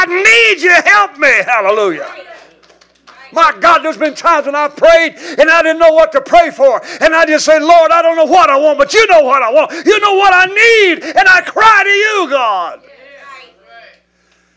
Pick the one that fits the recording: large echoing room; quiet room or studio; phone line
large echoing room